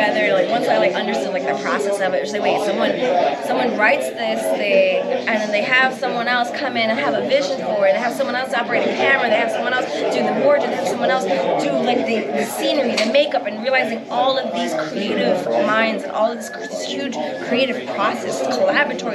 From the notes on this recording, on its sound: live from Pittsburgh's Horror Realm Con 2023